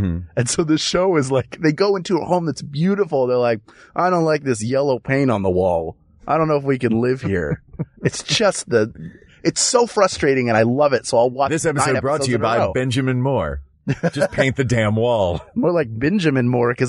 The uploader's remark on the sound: Recorded from the backseat. Fight through oppressive heat and stuffiness.